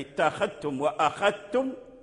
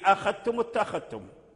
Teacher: اتخذتم وأخذتم أدغم ورش وقالون الذال في التاء · Term: الإدغام